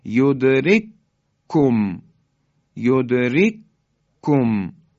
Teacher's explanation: یا یدرک کم، کاف اولی ساکنه، دومی متحرک، یدرک کم، حالا این دوتا کاف در هم ادغام میشن